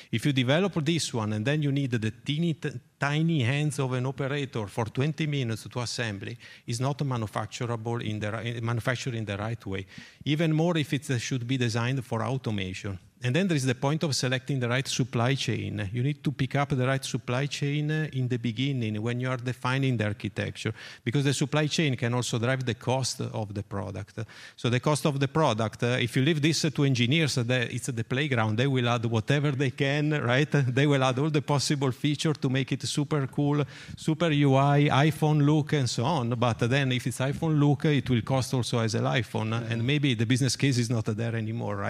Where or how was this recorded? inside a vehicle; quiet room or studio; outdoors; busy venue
busy venue